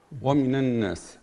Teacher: السين من صفتها الصفير والترقيق، ومن الناس، فهنا لابد أن يظهر الصفير فيها ومن الناس.